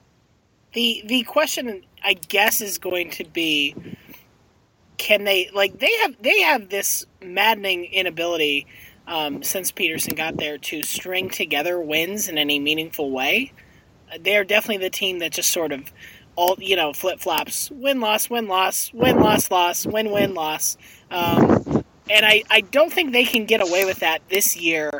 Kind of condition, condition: setting, inside a vehicle